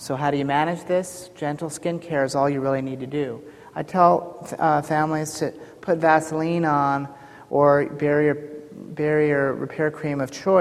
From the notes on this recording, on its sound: Audio podcast from the 7th Annual SDPA Fall Conference in Scottsdale, AZ.